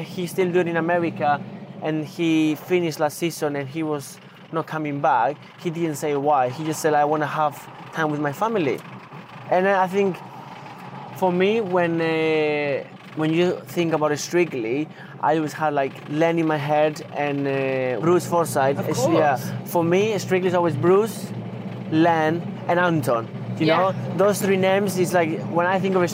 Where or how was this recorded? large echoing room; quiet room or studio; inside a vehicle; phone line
inside a vehicle